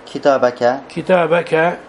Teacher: فالكاف شديد مهموس غير مجهور